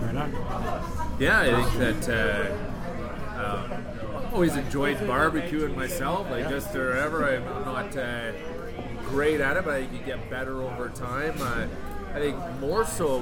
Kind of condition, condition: setting, busy venue